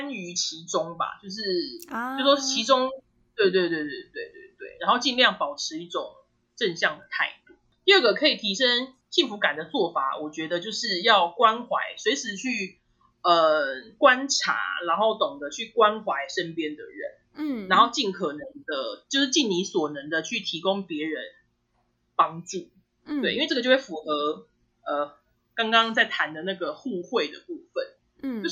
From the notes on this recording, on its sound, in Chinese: 由於為線上訪談，音質受網路狀況及技術層面影響，請多包涵。